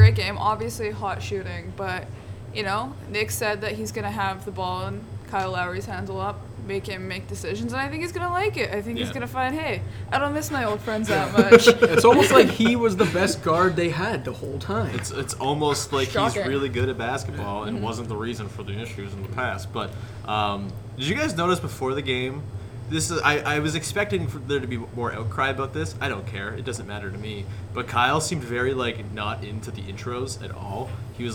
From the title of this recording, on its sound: Live! From the Home Opener